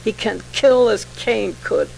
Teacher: a series of words beginning with the harshly emphatic consonant k